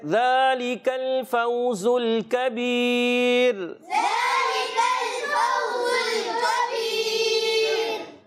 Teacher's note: کبیر میں پیارے بچوں را کو باریک رکھنا ہے